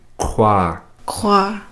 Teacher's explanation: It's the back of the mouth, not the back of the throat, but the back of the mouth. It's almost like if you were to gargle water.